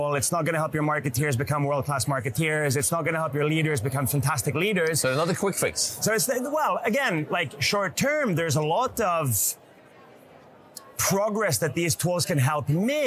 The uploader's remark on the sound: We get an exclusive insight on the live atmosphere from Oslo Business Forum 2023.